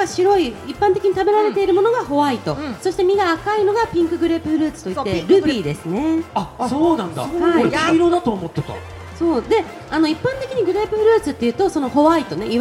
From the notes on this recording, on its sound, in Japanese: 2023年2月26日ららぽーと豊洲で行われた、グレープカンパニー所属芸人による公開収録の模様をお送りします。